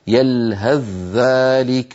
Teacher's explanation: يلهث ذلك بذال مشددة لا يبقى للثاء أثر · Term: الإدغام